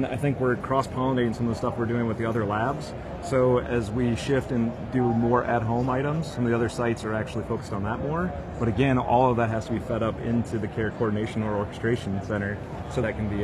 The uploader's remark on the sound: Interview in Action live from ViVe 2023